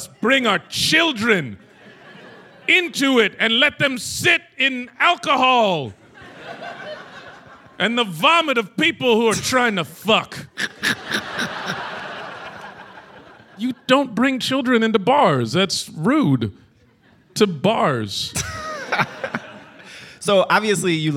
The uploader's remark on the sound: Onstage at their recent live show in Brooklyn.